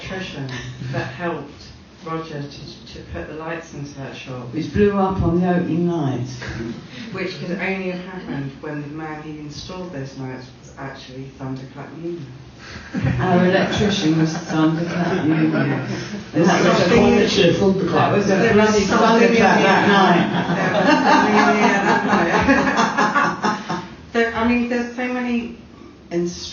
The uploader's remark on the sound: Recorded in front of a live audience at Rough Trade, Nottingham.